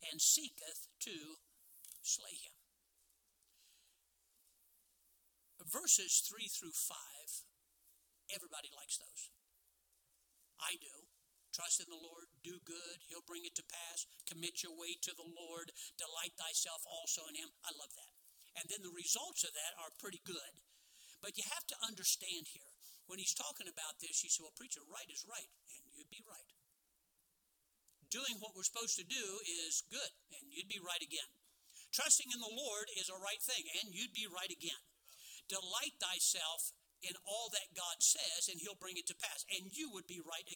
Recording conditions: large echoing room